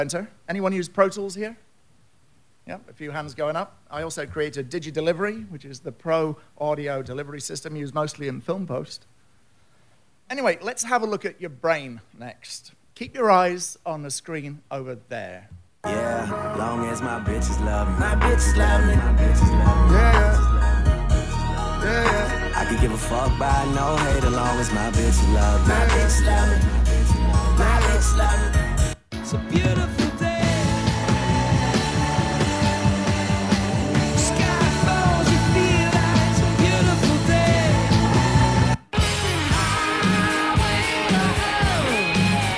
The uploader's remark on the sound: SF MusicTech Summit on February 19, 2013